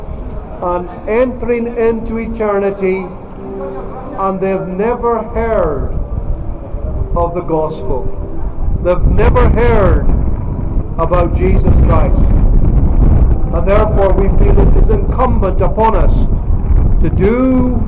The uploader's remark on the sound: Open-Air. All the preaching undertaken at Buchanan Street, Glasgow. The recording comes from a bodycam.